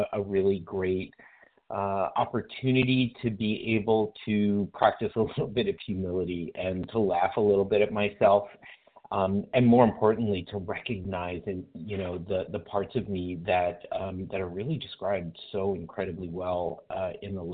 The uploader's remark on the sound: from the 100 Pounders Phone Meeting